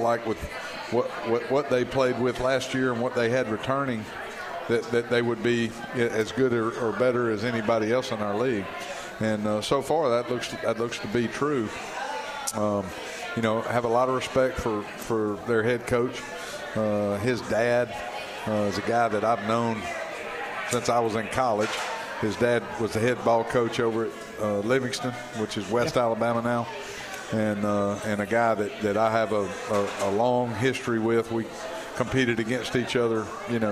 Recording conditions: busy venue